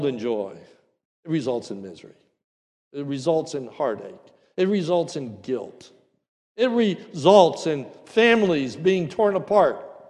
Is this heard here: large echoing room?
yes